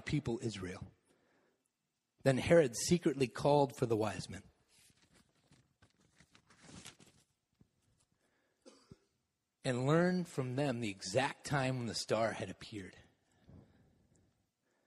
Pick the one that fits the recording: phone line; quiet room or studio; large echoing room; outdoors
large echoing room